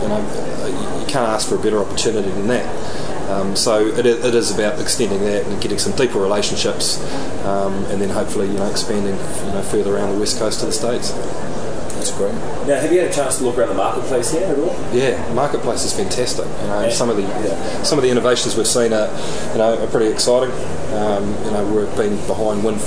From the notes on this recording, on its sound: Reports from day 3 at Microsoft’s Worldwide Partner Conference in L.A.